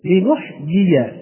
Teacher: لنحيي هذه الكلمة، فهذه الياء تسمى بالياء المتحركة، فهذه الياء تسمى ياء غير مادية، وهي الياء المتحركة تخرج من وسط اللسان